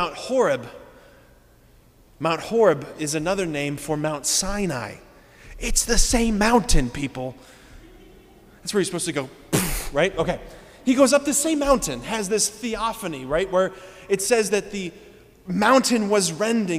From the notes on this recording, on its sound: preached this homily on August 6, 2023 at Sacred Heart of Jesus Catholic Church in Wadsworth, OH.